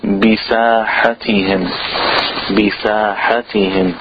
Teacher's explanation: pronouncing the ba with shidda, especially when it has a kasra, to guard the shidda, the strength of the ba